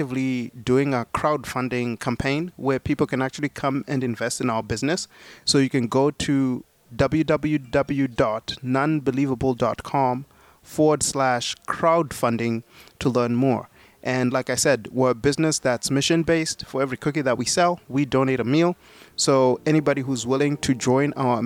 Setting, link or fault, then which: setting, busy venue